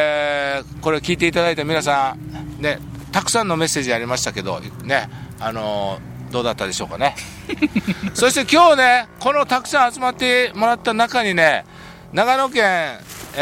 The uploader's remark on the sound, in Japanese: 長野県ビーナスラインの霧ヶ峰高原にて。バイクツーリングをして青空対談収録を開催いたしました。